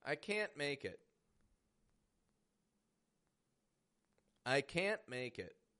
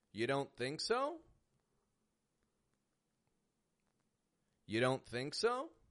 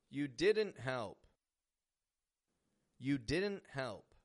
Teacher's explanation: You're building a habit of stopping the T when you're contracting your words, specifically in those negative contexts.